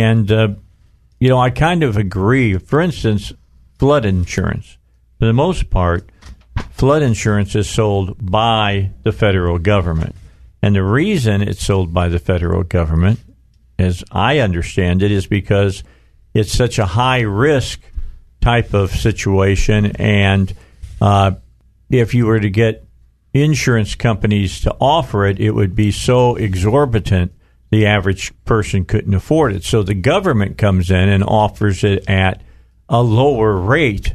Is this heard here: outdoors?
no